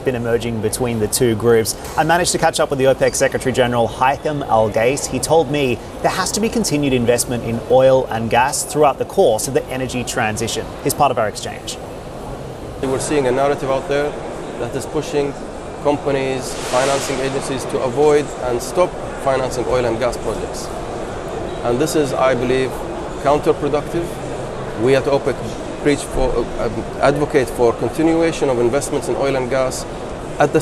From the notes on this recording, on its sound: We are live at ADIPEC in Abu Dhabi